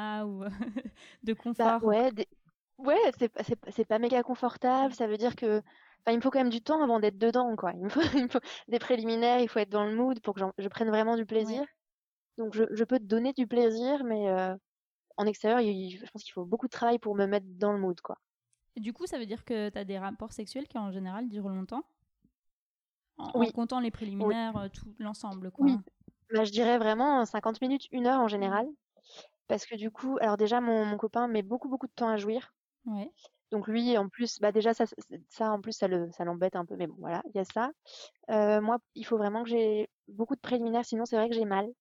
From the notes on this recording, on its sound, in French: Comme vous l’entendrez, l’interview a été faite par téléphone. Même à distance.